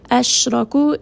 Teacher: Ashraku, sheen has tafashi, ra here is going to be heavy because it has a fatha